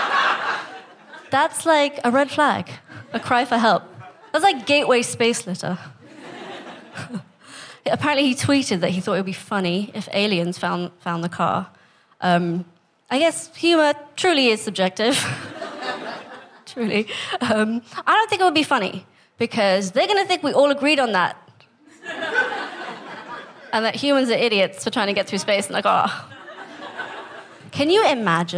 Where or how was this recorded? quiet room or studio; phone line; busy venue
busy venue